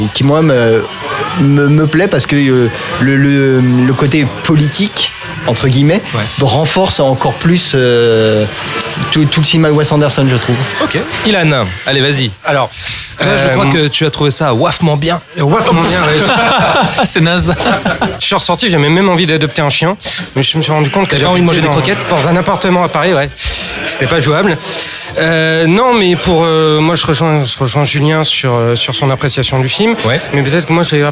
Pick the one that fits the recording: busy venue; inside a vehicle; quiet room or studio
busy venue